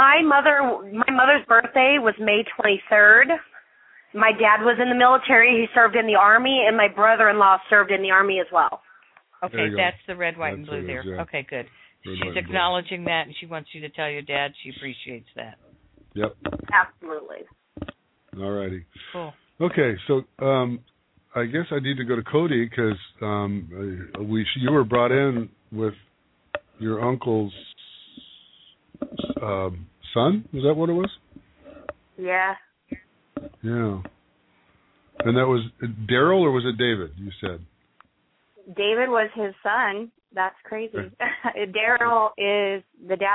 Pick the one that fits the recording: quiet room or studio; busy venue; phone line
phone line